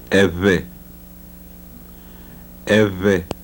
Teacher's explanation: the voiced bilabial fricative